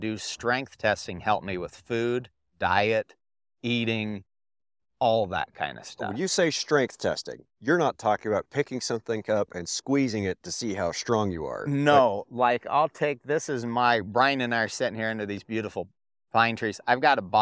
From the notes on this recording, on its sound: under the shade of a couple pine trees, just outside the Torrington Wyoming Farm, Ranch and Hemp Expo and we had a great chat